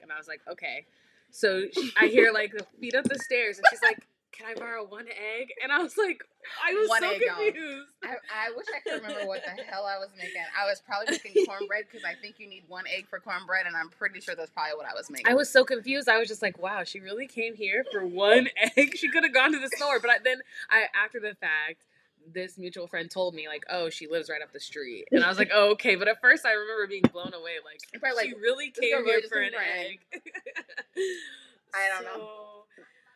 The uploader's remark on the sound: I do not own copyrights to the music in the background. Bear with me still working on some kinks with the audio.